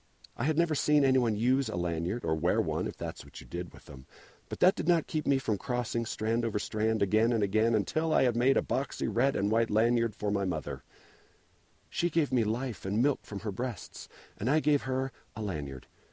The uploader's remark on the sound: Recorded on the Dry Canyon trail, just sitting down on a rock.